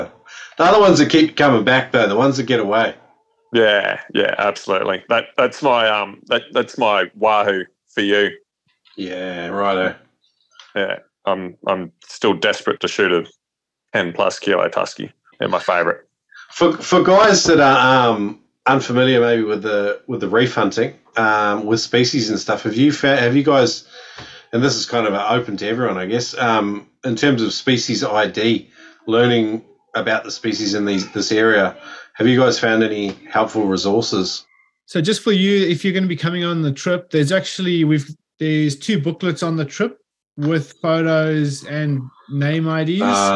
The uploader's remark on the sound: We had our info night for the upcoming Whitsundays Spearfishing Retreat with Noob Spearo and Salt Sessions! We invited a bunch of the Noob Spearo community to join us for a zoom call.